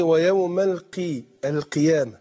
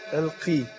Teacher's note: القاف المكسورة بتاخد أدنى درجات التفخيم